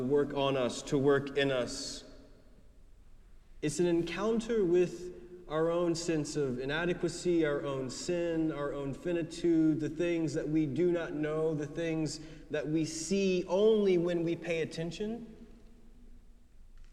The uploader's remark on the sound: preached at our celebration of the Holy Eucharist